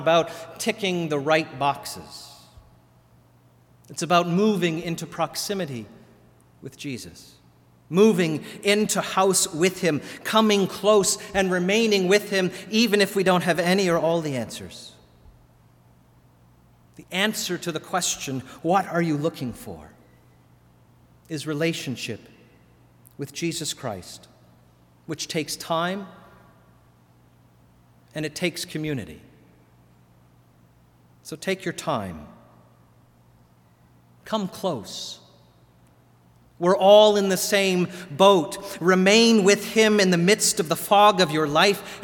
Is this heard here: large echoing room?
yes